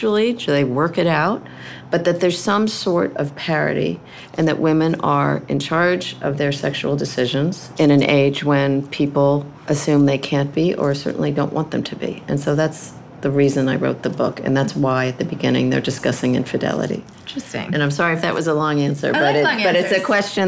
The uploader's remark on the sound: Live at the Children's Museum of the East End ("CMEE").